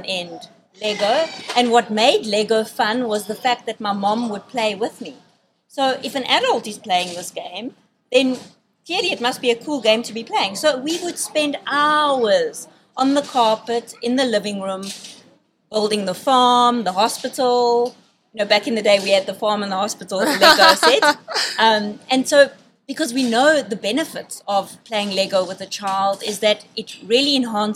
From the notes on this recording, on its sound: Excuse the background noise but here is our very past live podcast. A big thank you to LEGO Certified Stores for hosting this live event.